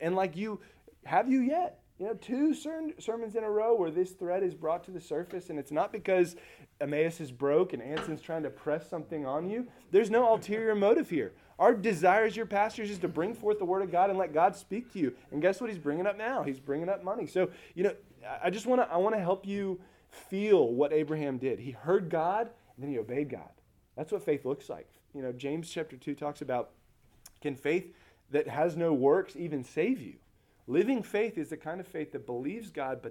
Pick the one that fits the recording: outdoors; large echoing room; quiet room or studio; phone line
large echoing room